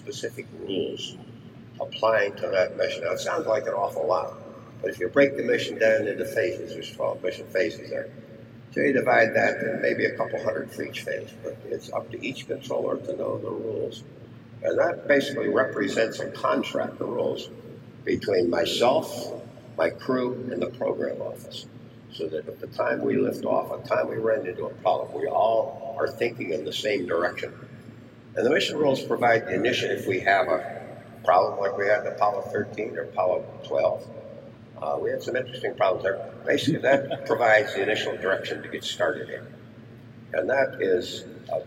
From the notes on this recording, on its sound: Bear with me on the audio. We were inside a hangar, so the acoustics weren’t ideal for a podcast, but it was an awesome place to be.